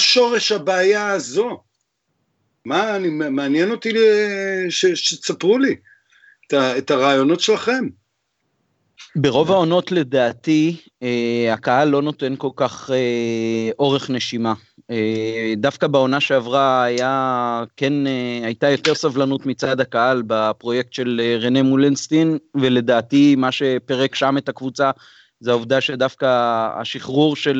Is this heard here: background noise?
no